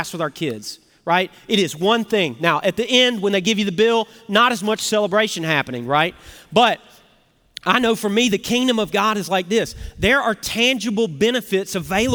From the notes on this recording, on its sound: Recorded Live at Brookwood Church on 10.29.2023